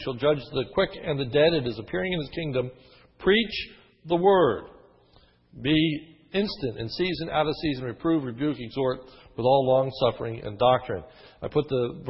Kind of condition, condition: setting, large echoing room